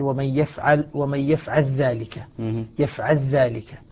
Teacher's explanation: لام مجزومة بعدها ذال وأدغمت عند أبي الحارث عن الكسائي